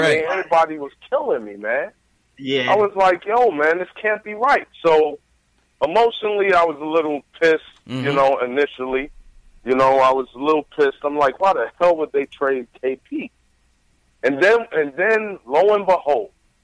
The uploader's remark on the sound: take live phone calls from fans around the world